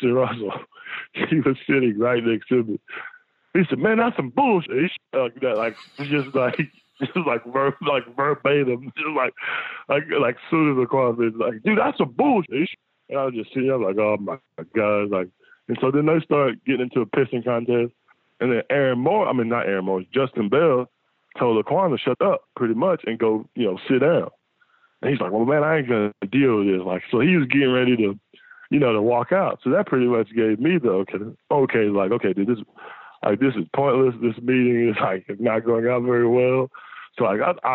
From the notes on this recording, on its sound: joined on the Modern Woodmen phone line